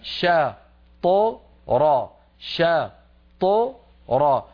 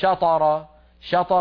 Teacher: مفتوحة شا ط را، أما الشين المفتوحة فتخرج بفتح الفم شا، وأما الطاء الساكنة التي بعدها فتخرج مقلقلة من غير فتح للفم · Shown in: first take